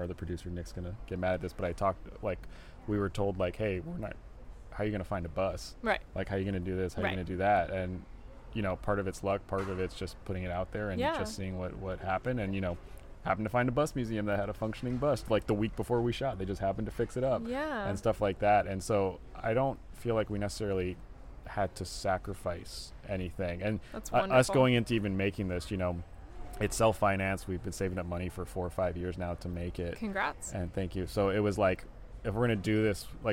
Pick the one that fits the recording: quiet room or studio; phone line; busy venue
busy venue